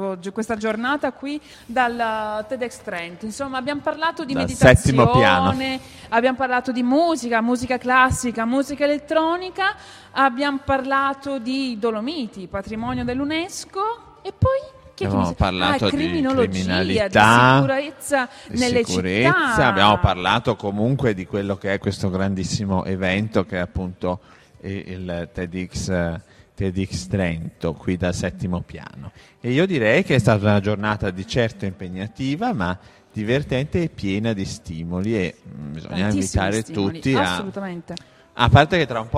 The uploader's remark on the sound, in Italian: In diretta dal settimo piano del Teatro Sociale per scoprire l’edizione 2018 di TEDxTrento